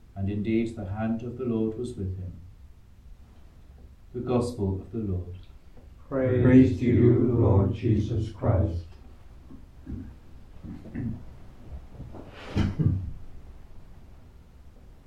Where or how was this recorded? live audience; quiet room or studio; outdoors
live audience